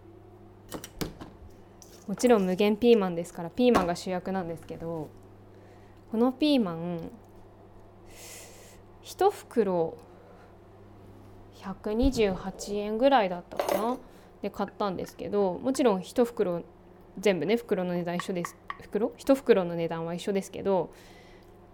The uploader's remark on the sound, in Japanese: キッチンで料理を作りながら収録した